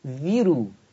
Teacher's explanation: ترقيق الراء لأنها مضمومة مسبوقة وكسر أصلي متصل